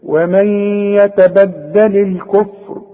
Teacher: الكفر، شوف انا بدأت كلمة الكفر وثبتت الالف ازاي، همزة الوصل اللي عليها راس الصاد اللي العلماء بيسموها همزة الوصل تسقط اذا كانت بين الكلمتين